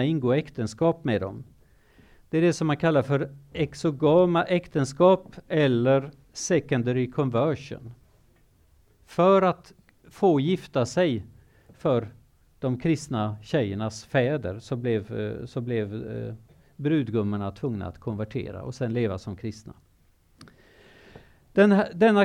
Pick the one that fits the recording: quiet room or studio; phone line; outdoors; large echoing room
large echoing room